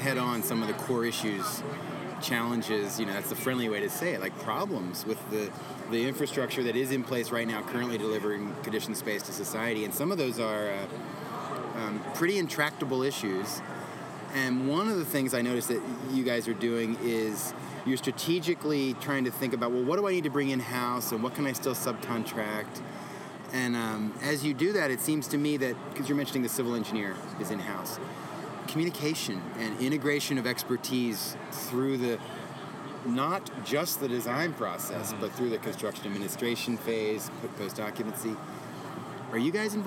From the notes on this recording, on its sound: Live from the Texas Society of Architects 2017 Expo and Convention